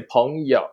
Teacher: we use the third tone to replace the neutral tone